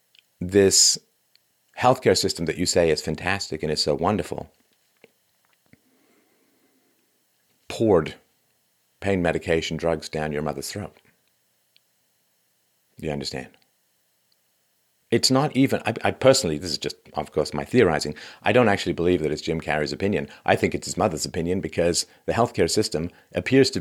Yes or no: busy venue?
no